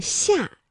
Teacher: 它舌面啊是贴近硬腭来发音的